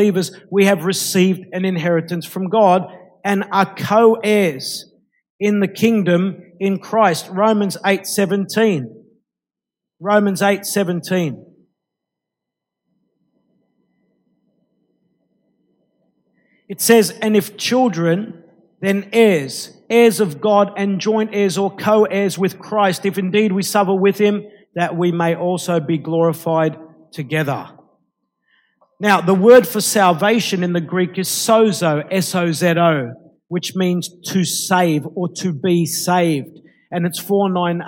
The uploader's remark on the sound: Recorded live at Light of the World Ministries Church in March 2014.